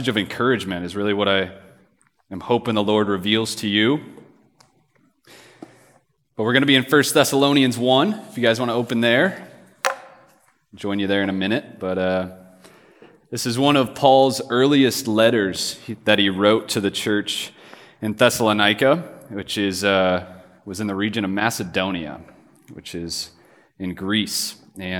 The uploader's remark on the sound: This message was preached on February 22, 2024 at a Thursday Night Gathering of Coram Deo College Ministry.